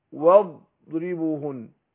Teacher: برضو الضاد اقول ايه واضربوهن الضاد طبعا بحرف مستعل ايه مطبق مستطيل يعني في استطاله